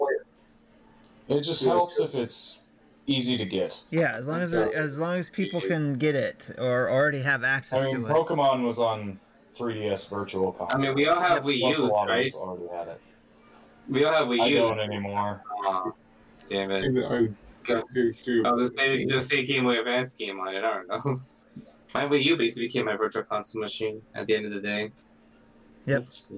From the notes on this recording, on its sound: This part has some audio issues I could not workout (echoes).